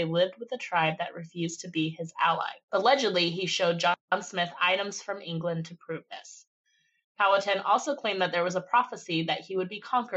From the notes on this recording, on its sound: We also attempt to remote podcast so forgive us for any WiFi issues!